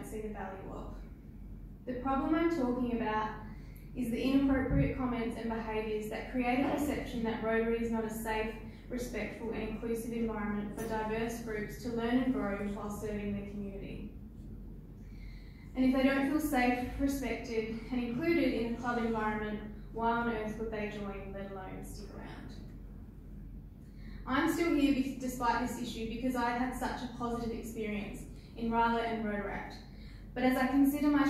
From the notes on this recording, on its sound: at the 2019 Rotary District 9500 Conference.